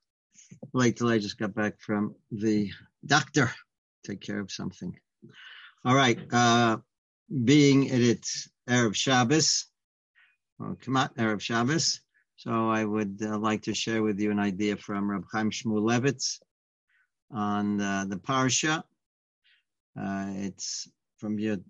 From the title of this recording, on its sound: Live On Zoom